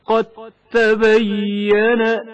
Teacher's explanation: مثلا دال ساکن کا تاء متحرک میں ادغام ہونا. قد تبین دال ساکن کی آواز واضح طور پر سنائی نہیں دیتی، اس کے بدلے تا کی آواز تشدید کے ساتھ ادا ہوتی ہے · Term: ادغام متجانسین